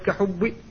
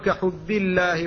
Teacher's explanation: لا بد من الحرص على ترقيق الباء وعدم تفخيمها · Shown in: second take · فكثير من الناس يفخمها يقول كحب، وهذا لحن ومن لحن خفي، ولا بد من الانتباه له.